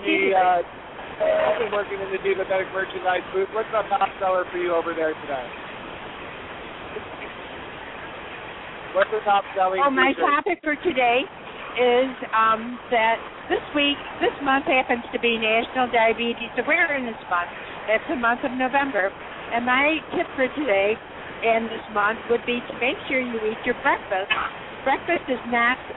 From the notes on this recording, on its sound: Broadcasts live from the American Diabetes Association Expo, in Pittsburgh, PA.